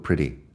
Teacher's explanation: En inglés americano no diría pretty con la T fuerte. Lo digo pretty con, como si fuera una D.